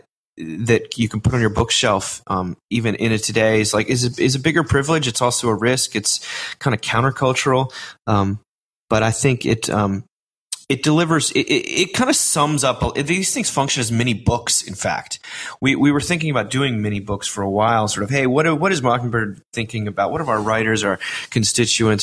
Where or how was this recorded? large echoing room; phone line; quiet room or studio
quiet room or studio